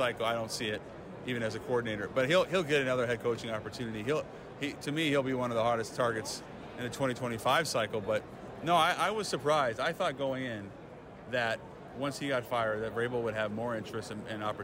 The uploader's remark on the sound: Super Bowl Preview LIVE from Media Row!